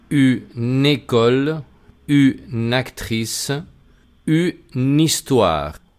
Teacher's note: Y si la palabra comienza por vocal o H, entonces la N de une vamos a desprenderla de la U y vamos a pegarla a la palabra que comienza por vocal o H